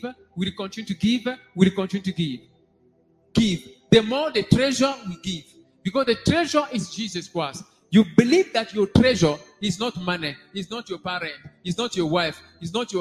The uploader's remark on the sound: SUNDAY LIVE SERVICE